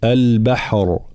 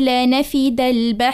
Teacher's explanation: حال الوقف هنا طبعا الراء مفخمة ومجهورة، والجهر هو وضوح الصوت. فإذا قلنا لنفد البحر، هنا الراء وكأنها صارت مهموسة، لا البحر هكذا.